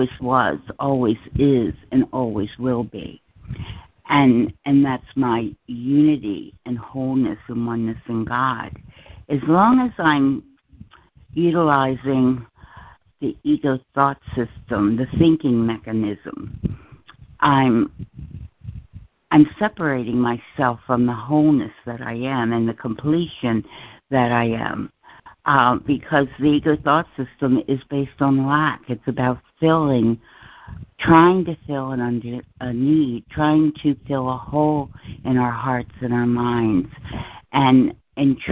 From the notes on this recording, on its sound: ACIM Daily Conference Call.